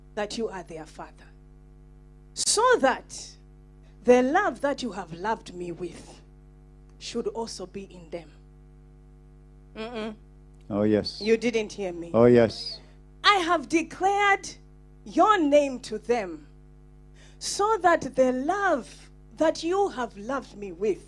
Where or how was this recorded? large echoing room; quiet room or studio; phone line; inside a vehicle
large echoing room